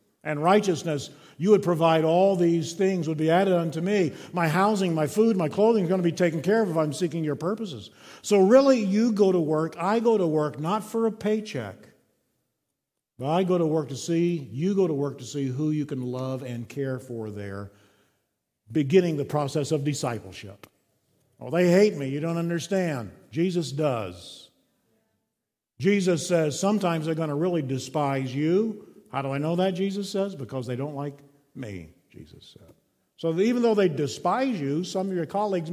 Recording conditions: large echoing room